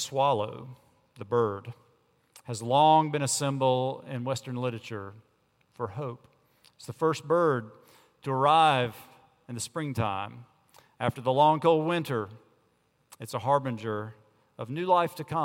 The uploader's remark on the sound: On Sunday, July 22 at Redeemer Presbyterian Church in Charleston, SC.